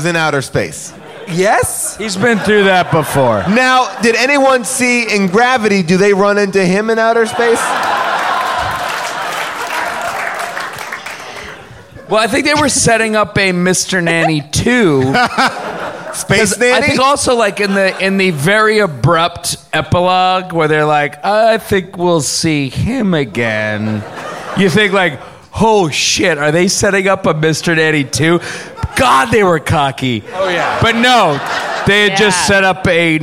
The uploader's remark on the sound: Recorded LIVE at Largo in Los Angeles